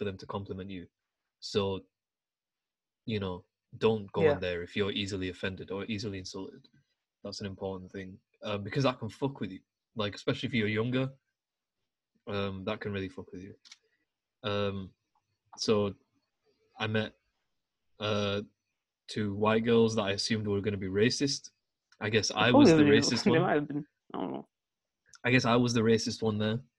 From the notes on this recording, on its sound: Recorded over Zoom. We talk to random strangers live during the podcast.